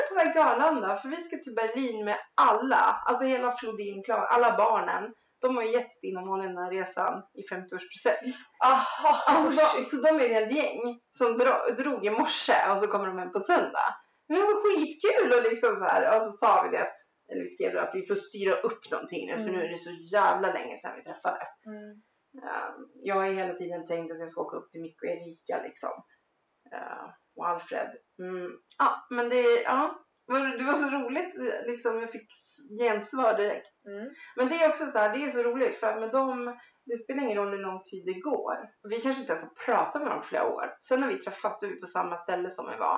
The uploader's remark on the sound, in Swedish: Jo vi spelar in en hel timmas snack utan att kolla ljudet - och mikrofonen står på för högt ljud å det skorrar och har sig.